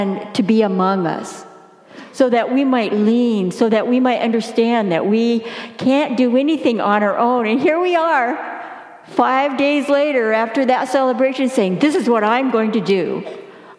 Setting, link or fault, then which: setting, large echoing room